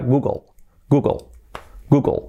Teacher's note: Fijaos que la L casi no se escucha.